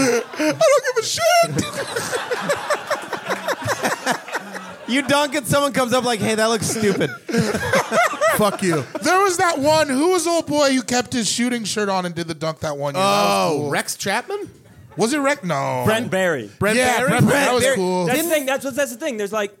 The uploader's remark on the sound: This episode was recorded live at The 10,000 Laughs Comedy Festival in Minneapolis, Minnesota.